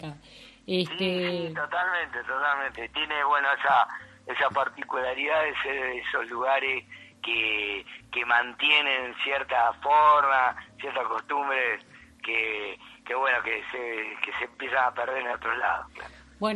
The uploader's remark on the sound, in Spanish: Charla Telefonica